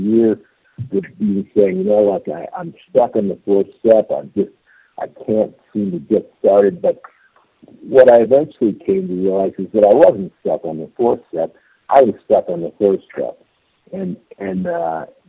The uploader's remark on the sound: 100 Pounders Phone Meeting